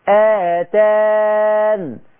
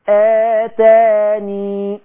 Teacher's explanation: فما آتان، ادي الحذف اهو، آتان، شلت الياء فوقفت على نون بس · Shown in: first take